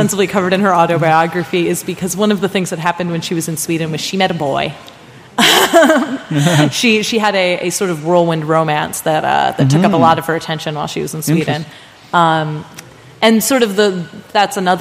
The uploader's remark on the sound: at Swecon 2014 – the Steampunk festival in Gävle, Sweden